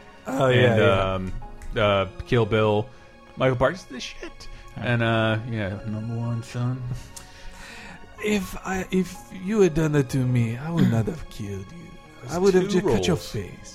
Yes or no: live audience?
no